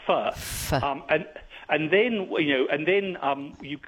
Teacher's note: And so the Greeks were very happy to combine what is technically called a labiodental fricative, which is to say, a f is what we call labiodental fricative, which is to say that the sound is produced by putting your upper teeth on your lower lip. So if you put your upper teeth on your lip and then breathe, you get fur.